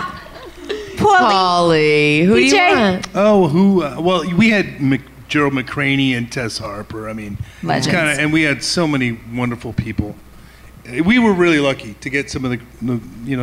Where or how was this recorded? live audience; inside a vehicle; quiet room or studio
live audience